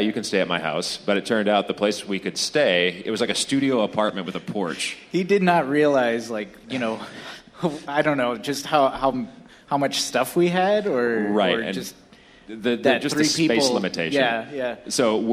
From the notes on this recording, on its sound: Live at the Portland Podcast Festival! Newly remastered version with high quality audio! An exciting event that brought many of Portland’s talented media creators together for a great night of fun. We captured our 20 minute set, plus some audio backstage before and after.